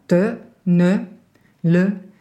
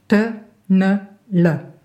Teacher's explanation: des consonnes qui sont rétroflexes, avec la pointe de la langue qui est courbée vers le palais, un peu vers la partie postérieure · Shown in: second take